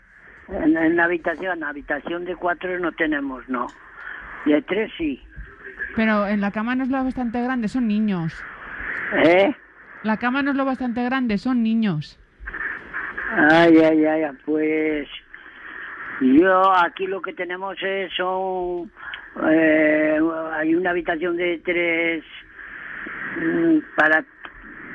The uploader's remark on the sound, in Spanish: En la llamada Troll. Se insinúa sin pudor al recepcionista que ha contestado el teléfono.